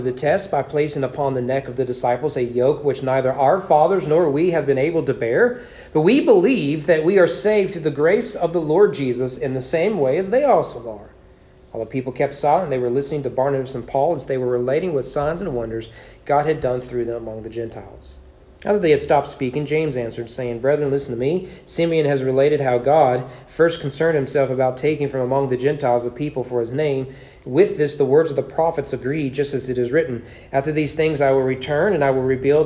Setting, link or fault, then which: setting, large echoing room